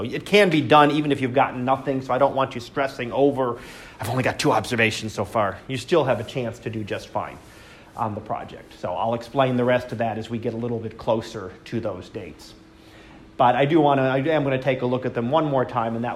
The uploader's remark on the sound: Live Class Lecture